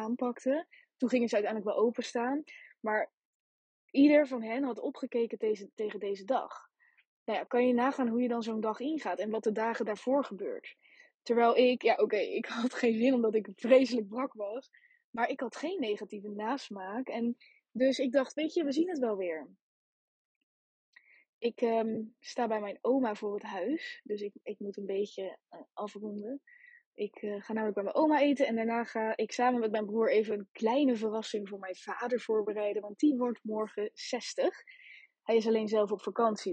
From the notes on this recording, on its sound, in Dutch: Jammer genoeg is de kwaliteit van deze opname ver-schrik-ke-lijk